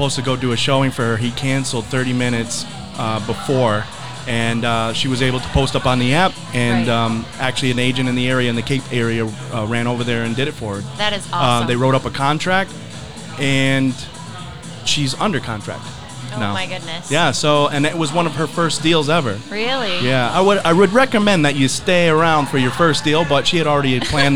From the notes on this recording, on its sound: Recorded live from the balcony from this amazing event